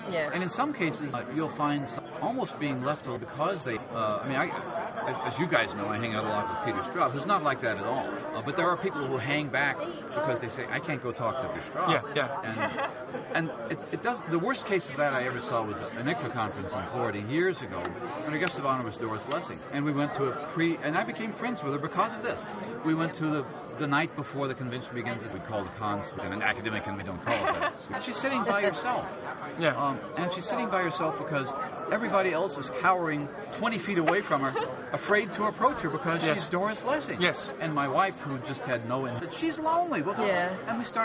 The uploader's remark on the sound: Live from the Locus/Twelfth Planet Press in the World Fantasy Convention 2010 dealer's room. The sound quality may be affected by the venue, along with random background announcements.